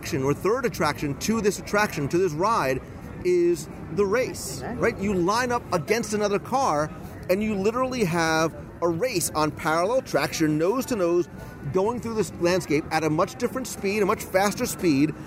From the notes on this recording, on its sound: LIVE from Disney California Adventure Park. This week, I'm coming to you live from the cutest little town in Carburetor County - Radiator Springs. Recorded live from CarsLand.